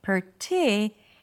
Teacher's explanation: Since it's the primary stress of the word, it's higher in pitch. · IPA: pərˈtɪkjələrli